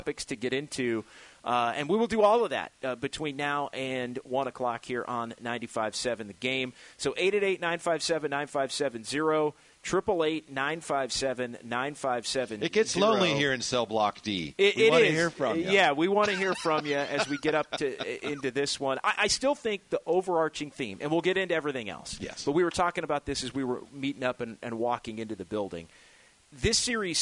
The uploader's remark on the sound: live from The Golden 1 Arena.